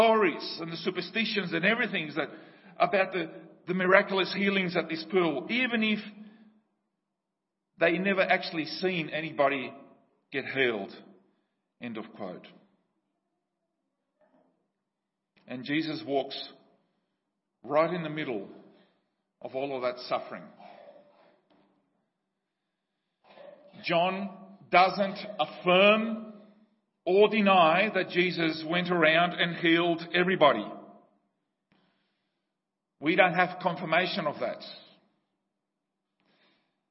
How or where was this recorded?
large echoing room